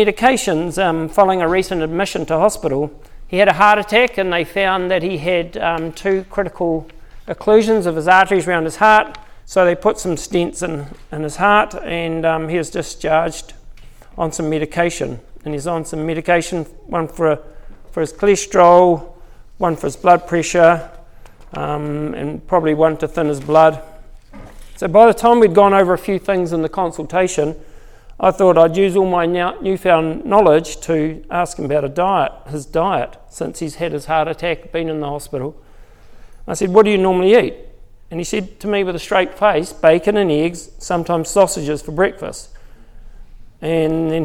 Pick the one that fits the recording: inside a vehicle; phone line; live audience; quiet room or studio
live audience